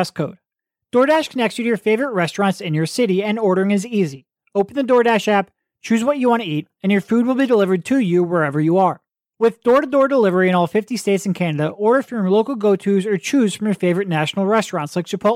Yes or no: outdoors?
no